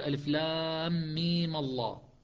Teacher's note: ففتح الميم لكي تبقى اللام مفخمة، لام لفظ الجلالة، ولك المد وعدم المد لأن الميم تحركت